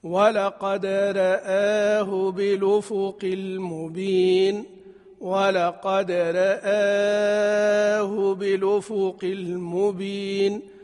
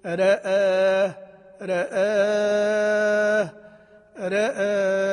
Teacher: فإنها لورش فيها التقليل في الحرفين، التقليل في الحرفين الراء والهمزة